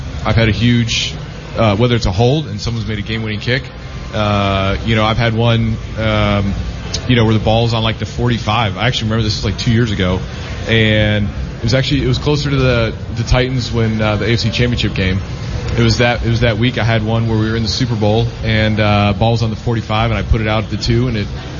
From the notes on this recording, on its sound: The guys from Green Legion Radio broadcast LIVE from Live! Casino.